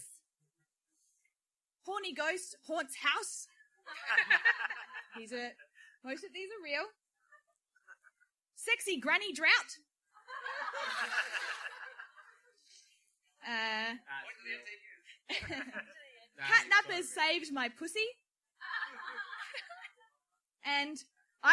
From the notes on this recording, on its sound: Live at the Adelaide Fringe.